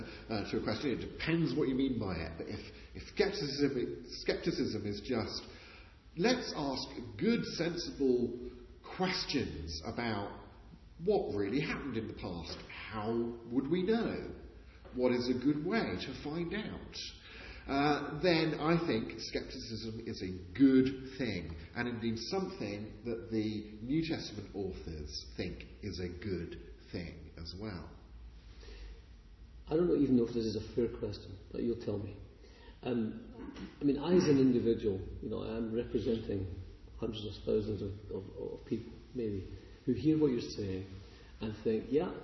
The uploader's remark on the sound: Interview recorded on 21st March 2019, in the chapel at Wycliffe Hall, Oxford